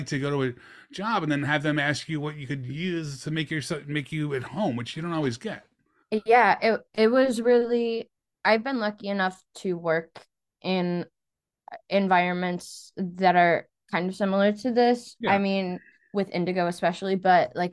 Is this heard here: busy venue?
no